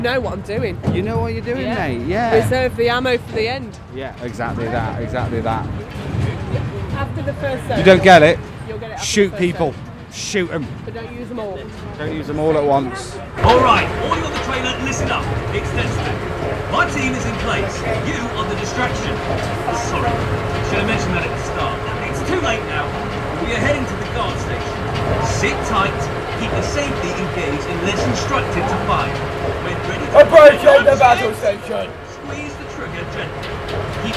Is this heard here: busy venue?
yes